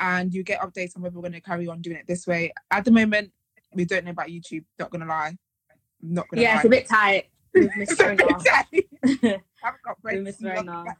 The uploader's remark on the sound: We recorded this on Instagram Live and had people in the chat to contribute to the conversation.